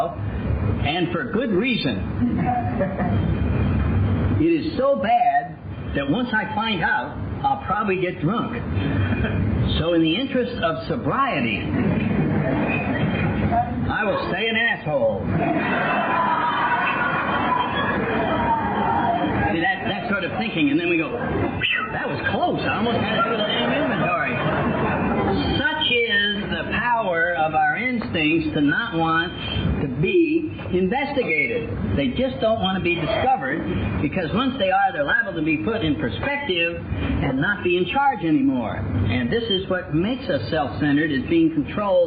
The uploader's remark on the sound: I cleaned this audio up as best I could but there comes a point that removing any more of the background hiss and he starts sounding like a mouse talking. I got the majority out but there is a bit of hiss in this.